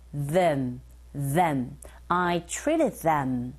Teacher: them 하실 때 우리말 디귿이 소리가 아니라 the 윗니와 아랫니 사이를 살짝만 긁어주시면 됩니다. 그래서 them I treated them 하시면 돼요.